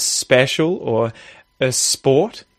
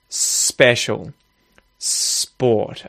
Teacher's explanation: just make sure that you're saying a longer sort of S sound · Shown in: second take